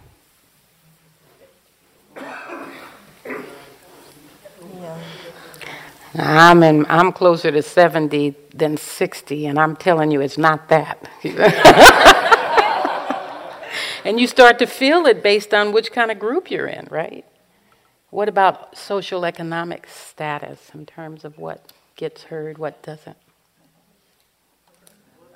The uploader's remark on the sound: In this dharma talk delivered at a Spirit Rock Dedicated Practitioners retreat.